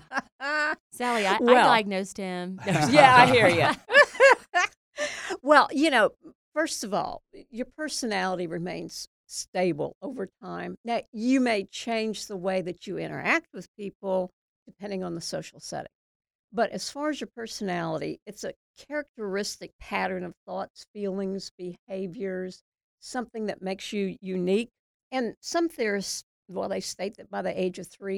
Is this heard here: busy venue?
no